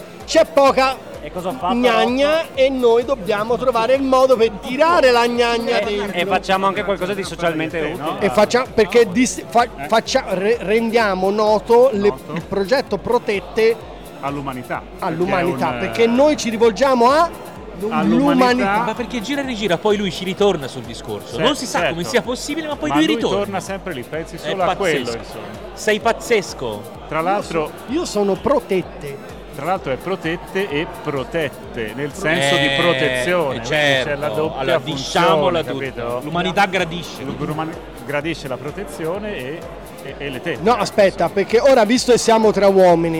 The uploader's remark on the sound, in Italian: Quasi Live da Upcycle Trail Weekend